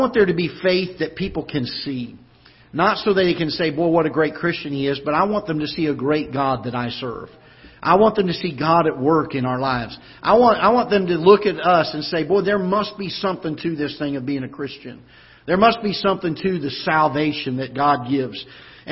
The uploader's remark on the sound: Ketha Heights Baptist Church ~ Live Broadcast